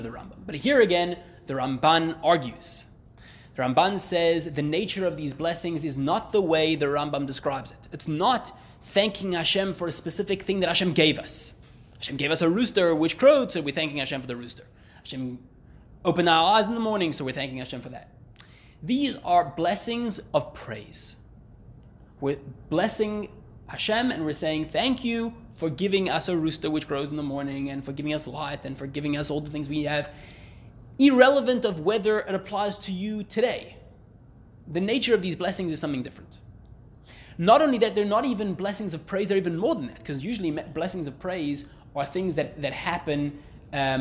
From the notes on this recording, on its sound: Recorded live at The Torah Center ATL on July 18, 2023